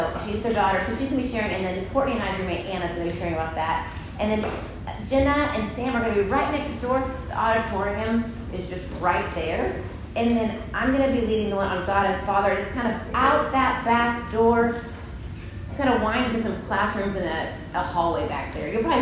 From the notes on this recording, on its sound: Recorded at Union Church.